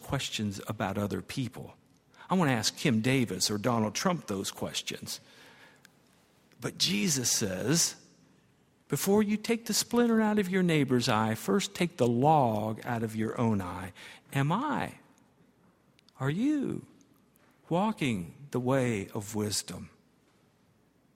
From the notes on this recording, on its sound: at Highland Baptist Church